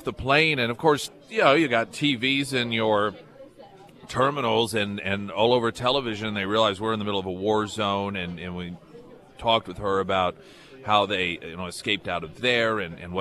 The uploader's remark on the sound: live at Scramblers Diner